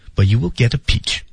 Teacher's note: but you will get apeach，最后还是个降调，来确认